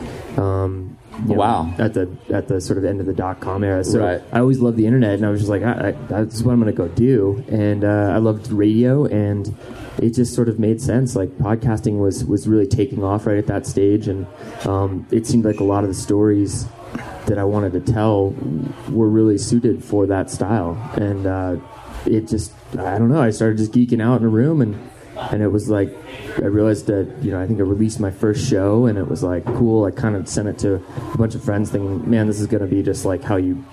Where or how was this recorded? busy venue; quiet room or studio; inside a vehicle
busy venue